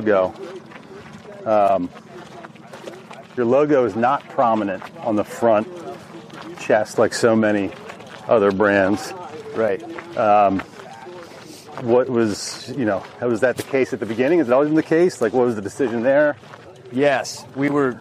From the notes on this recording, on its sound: Were in town taking part in an event at East Potomac Golf Links, where we spent the day recording a podcast, while playing and walking the course.